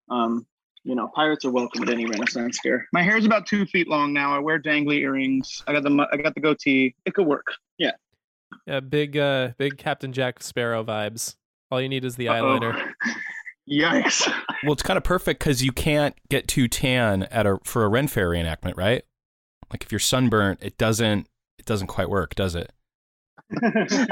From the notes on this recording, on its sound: Zooming in all the way from poolside in Palm Springs